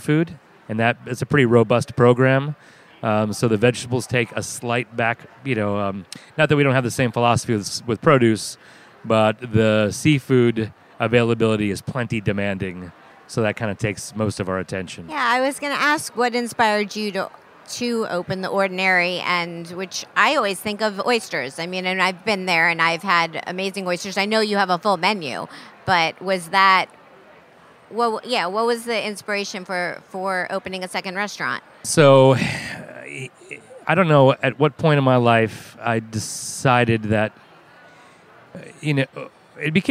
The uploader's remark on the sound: A special “On the Road” edition from Charleston Wine & Food Festival in Charleston, SC. From Heritage Radio's Podcast Studio in the Culinary Village. Her live broadcast with local chef hero.